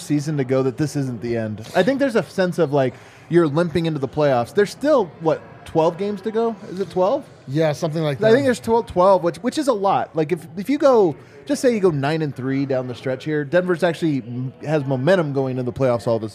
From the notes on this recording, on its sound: come to you LIVE from the DNVR Bar